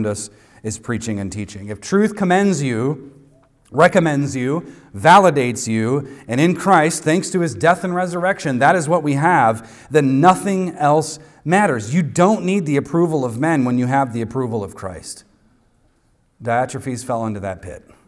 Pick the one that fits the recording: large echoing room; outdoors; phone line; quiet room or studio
large echoing room